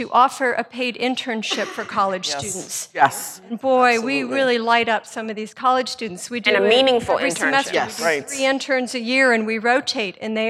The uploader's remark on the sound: Live at FPA Retreat.